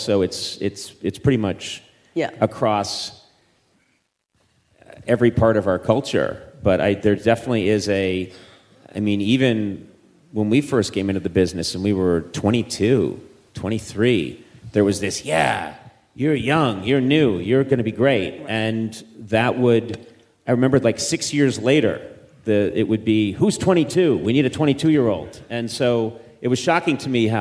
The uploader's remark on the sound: Recorded March 22, 2018, at the Skirball Cultural Center as part of the Writers Bloc Presents series.